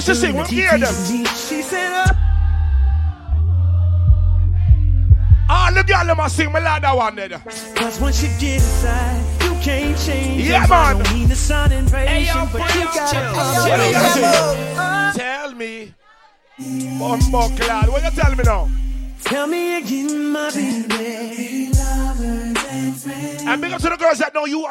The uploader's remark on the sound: Live at Last Stop BX for House Party vs Bashment 2-10-24